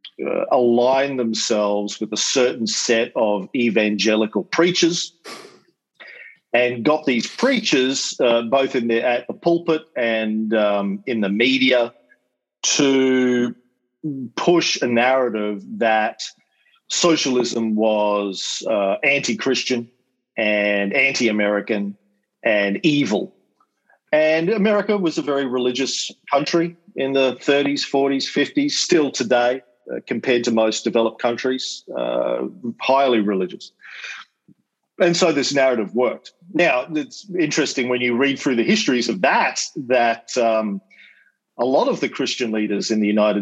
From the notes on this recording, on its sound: To give a lecture to the kids studying the Cold War at EF Academy in NY. Then did some Q&A with the very bright kids in his class. This is a recording of our Zoom call.